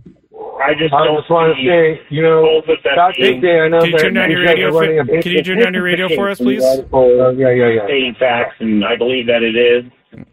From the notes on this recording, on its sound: Phone calls about the state of the Padres.